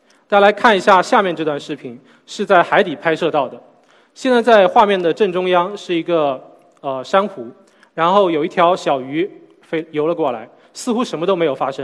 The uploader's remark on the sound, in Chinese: SELF格致论道讲坛。在 SELF 讲坛的舞台上。